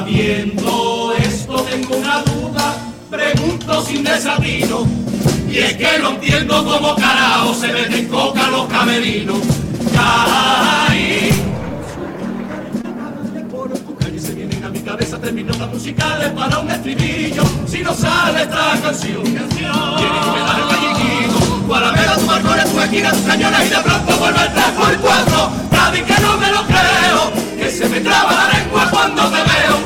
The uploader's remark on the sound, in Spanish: En directo desde el Gran Teatro Falla de Cádiz, escucha la retransmisión del Concurso Oficial de Agrupaciones Carnavalescas del Carnaval de Cádiz 2024 en Onda Cero.